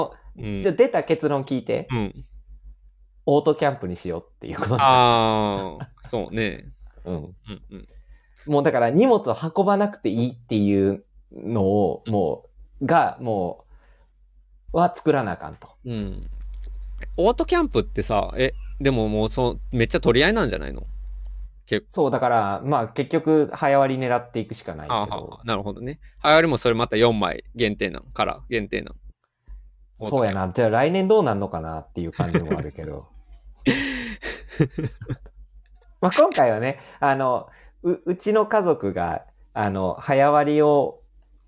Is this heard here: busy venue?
no